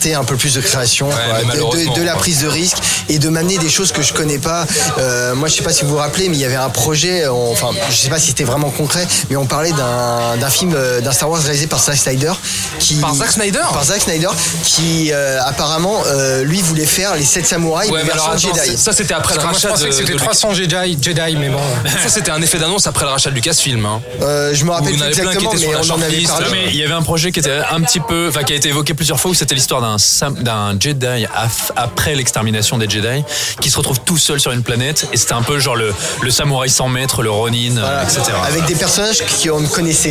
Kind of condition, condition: setting, busy venue